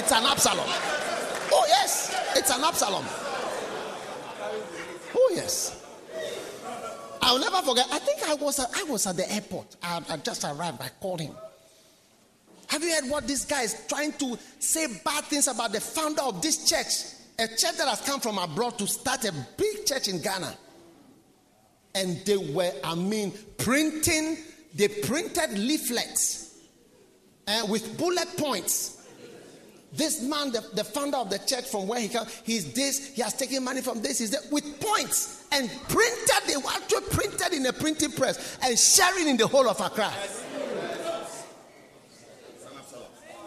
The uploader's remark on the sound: Preached at the Nerelugu Pastors‘ Conference.